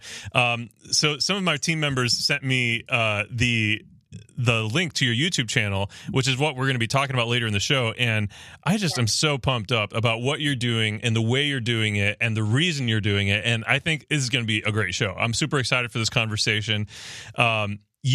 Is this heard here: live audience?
no